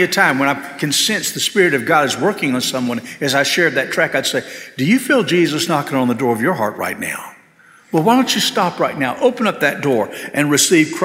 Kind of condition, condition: setting, large echoing room